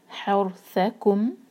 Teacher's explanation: ح حلق سے اور یہ ح جو ہے لائٹ لیٹر ہے، اس کو ہا نہیں کہنا ہے، اس کو ح حور را ہیوی کیونکہ را ساکن سے پہلے فتحہ ہے.